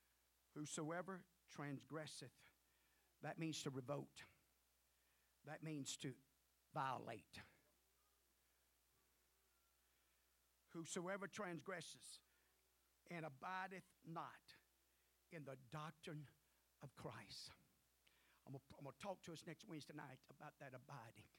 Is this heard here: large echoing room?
yes